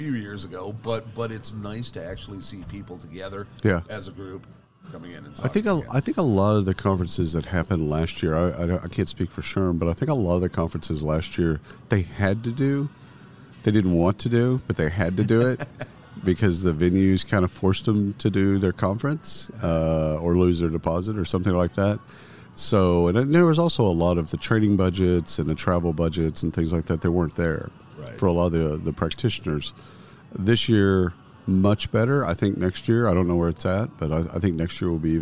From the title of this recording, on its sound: Live from SHRM 2022